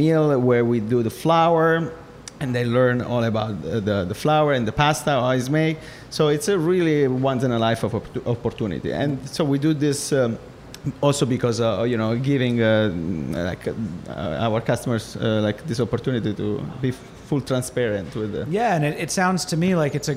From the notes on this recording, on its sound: At Ends Meat in Industry city for a LIVE Feast Yr Ears.